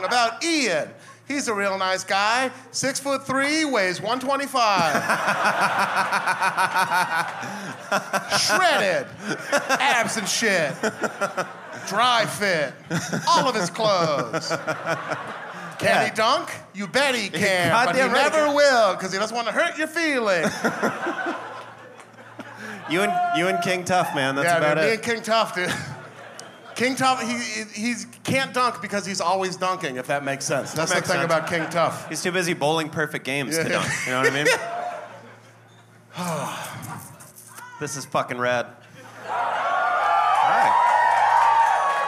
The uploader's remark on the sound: This was recorded live in Washington DC at The Black Cat.